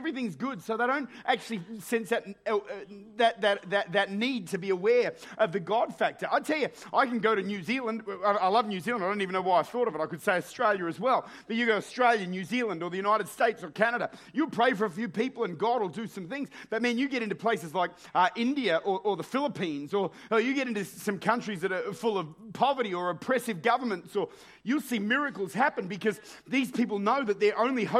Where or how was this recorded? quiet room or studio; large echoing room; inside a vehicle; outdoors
large echoing room